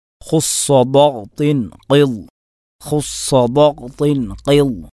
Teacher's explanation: വായ നിറച്ച് ഗൗരവത്തിൽ ഖനപ്പിച്ച് നാവ് മുകളിലേക്ക് ഉയർത്തിക്കൊണ്ട് പറയേണ്ട അക്ഷരങ്ങളാണ് ഈ ഏഴ് അക്ഷരങ്ങൾ. · Term: ഹുറൂഫുൽ ഇസ്തിഅല